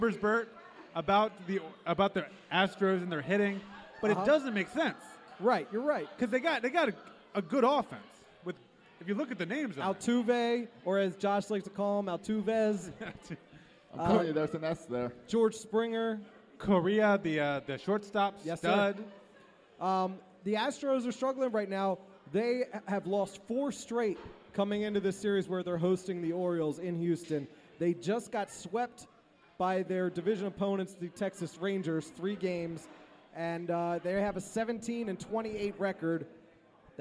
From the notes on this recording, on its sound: Today on the show we record live from Buffalo Wild Wings in Annapolis.